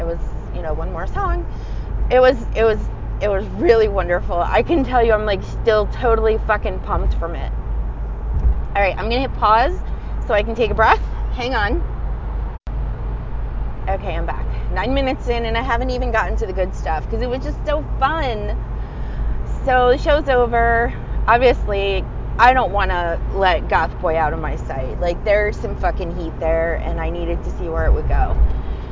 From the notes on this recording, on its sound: Apologies for the background noise, I was driving.